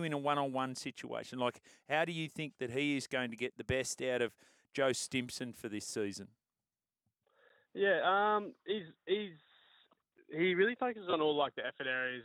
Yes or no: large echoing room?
no